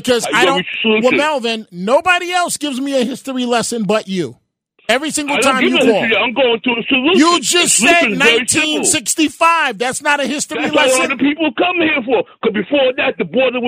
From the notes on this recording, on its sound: opens up the phones